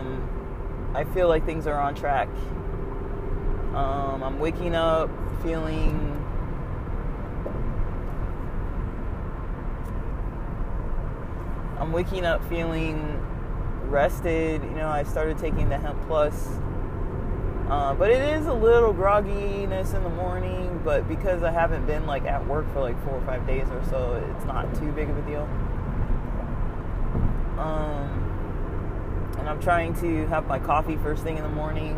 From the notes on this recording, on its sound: As I’m driving out from checking out of the hotel near Mountain High Resort, I start to record briefly. The sound quality is rough with a lot of feedback from the sound of the car on the road. I enjoy recording on the road. I hope it’s not too much of a pain to hear the road in the background.